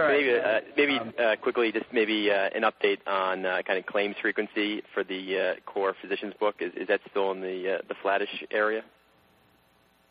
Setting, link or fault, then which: link, phone line